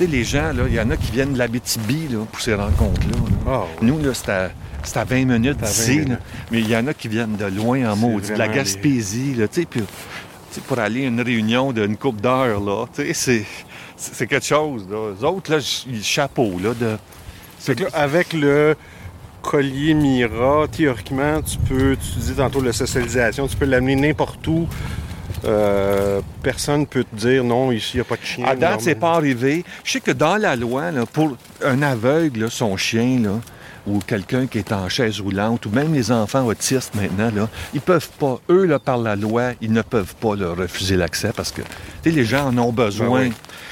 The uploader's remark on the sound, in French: Pour mon premier épisode en captation extérieure. Belle promenade avec la belle Chagal qui n'a pas encore un an !